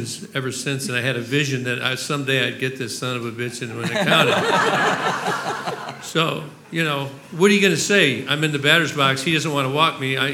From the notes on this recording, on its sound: Sat down in front of an audience.